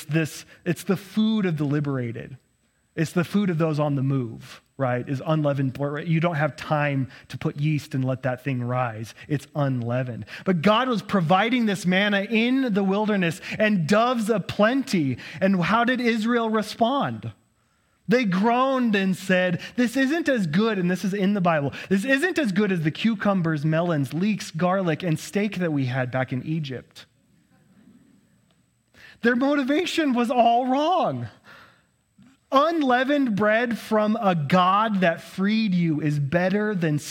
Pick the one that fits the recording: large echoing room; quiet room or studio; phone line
large echoing room